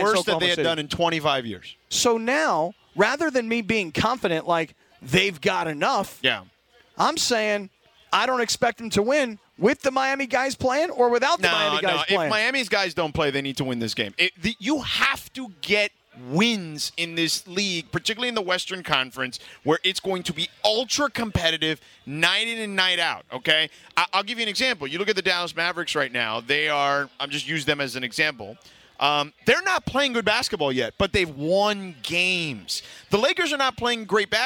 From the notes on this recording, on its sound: LIVE from Bastards Canteen in Downey to celebrate Veterans Day!